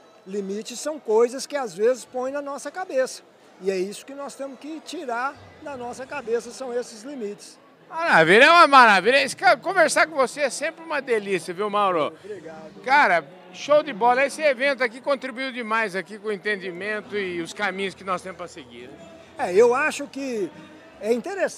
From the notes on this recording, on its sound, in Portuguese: Prosa boa gravada durante o “ Diálogos Boi na Linha”, evento promovido pelo Instituto Imaflora, em Marabá, no Pará.